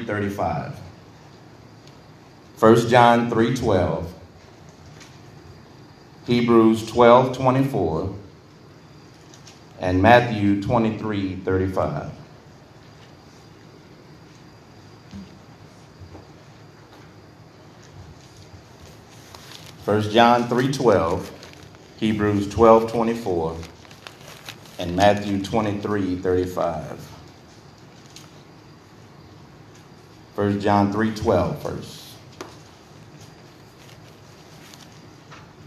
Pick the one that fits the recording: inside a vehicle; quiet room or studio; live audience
live audience